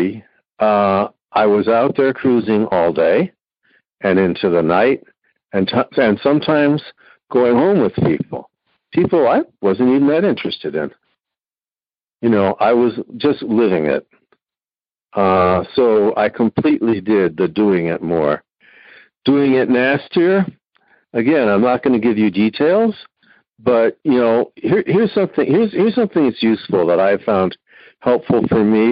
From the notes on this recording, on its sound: Noon Phone Speaker Meeting